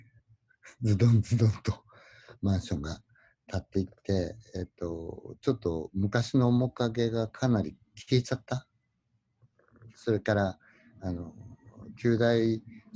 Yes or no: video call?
yes